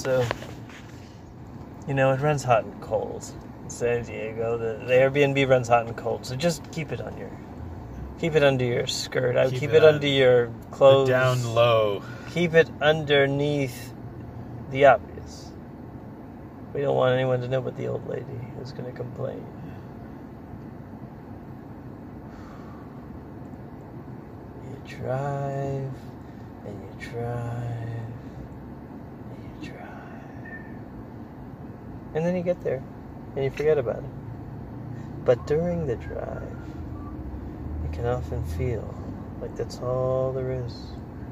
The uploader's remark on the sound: Driving south toward San Diego, trying not to lose our minds.